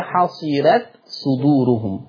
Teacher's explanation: تخليص التاء من الصاد لورش عن نافع